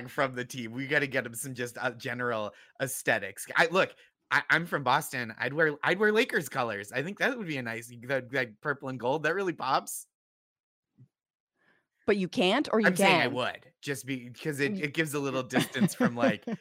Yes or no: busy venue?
no